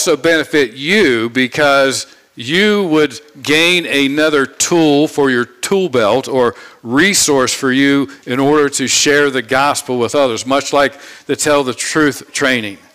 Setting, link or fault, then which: setting, large echoing room